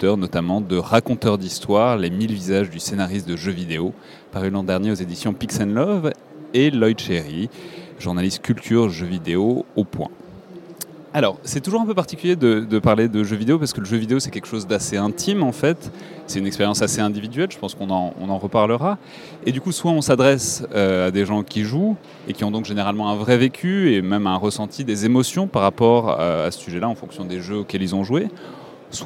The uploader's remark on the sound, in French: Ce podcast a été enregistré en direct à l'occasion d'une table ronde à la Fabrique défense.